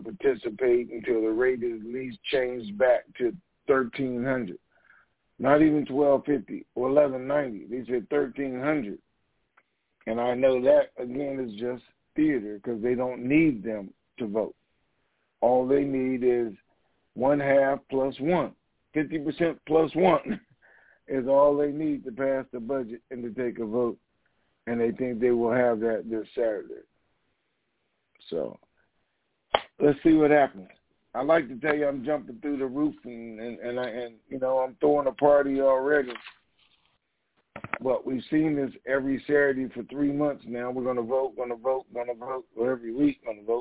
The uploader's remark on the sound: TNTSuperfantastic Conference Call